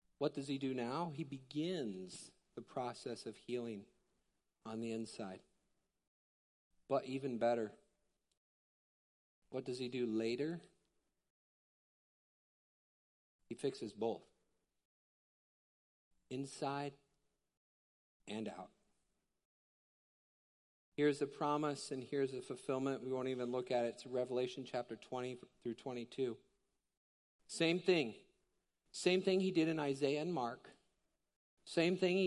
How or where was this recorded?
large echoing room